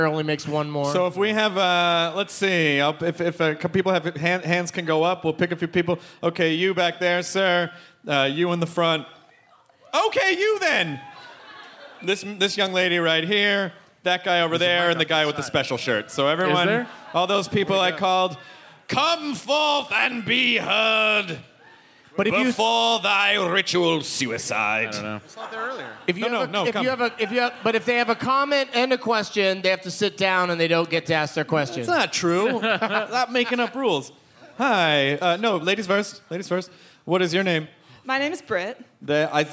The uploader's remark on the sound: It's the Nerdist live from the Twin Cities!